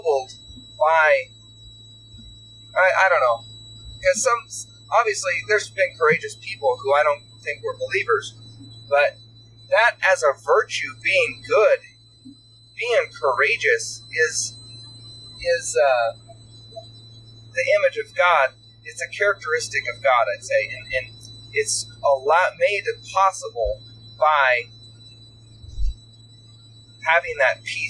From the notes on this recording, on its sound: I apologize for the poor audio quality of the conversation, I was not able to make a high quality recording. We recorded this while driving across the country.